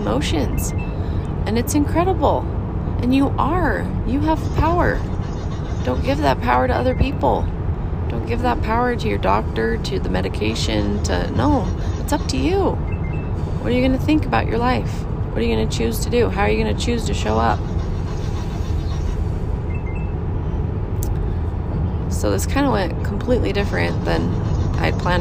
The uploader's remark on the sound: in the car with my kids